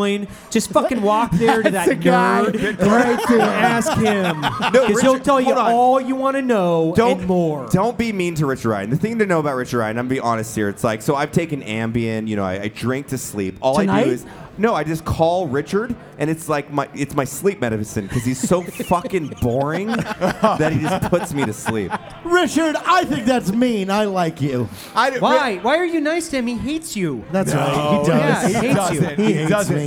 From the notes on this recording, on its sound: live from the MGM Grand hotel in Las Vegas during SHOT show